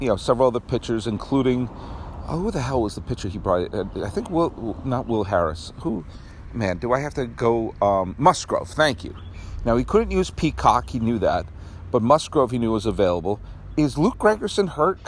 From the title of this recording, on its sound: Outside Dodger Stadium